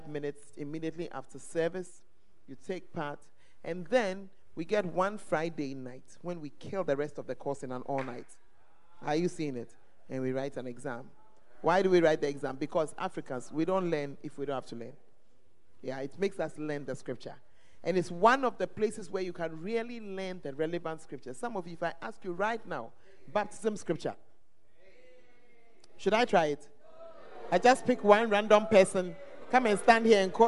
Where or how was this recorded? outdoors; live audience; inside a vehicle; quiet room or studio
live audience